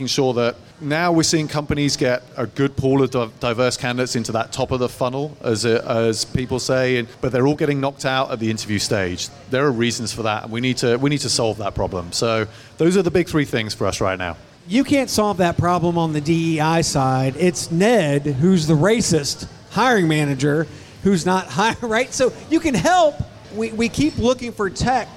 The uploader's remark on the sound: LIVE from Sun King Brewery. The mics were on.